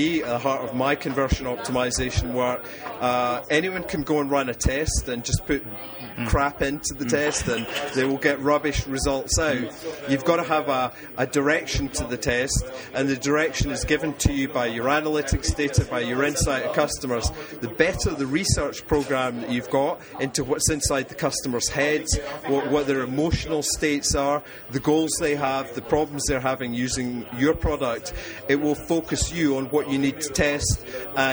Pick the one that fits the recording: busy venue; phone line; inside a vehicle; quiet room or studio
busy venue